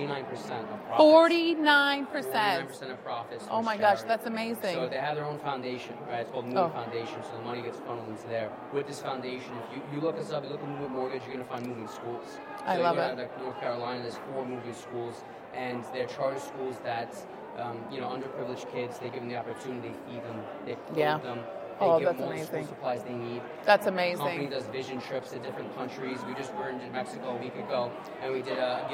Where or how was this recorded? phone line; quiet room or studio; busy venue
busy venue